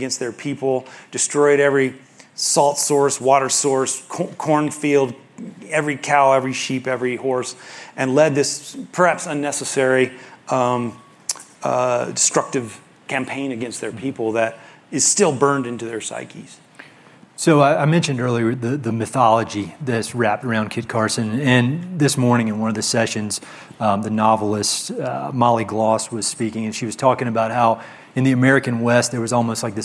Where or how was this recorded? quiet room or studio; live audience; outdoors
live audience